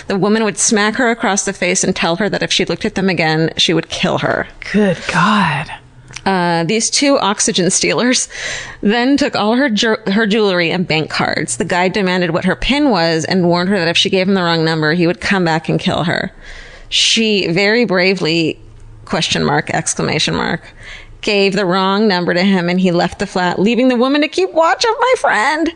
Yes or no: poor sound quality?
no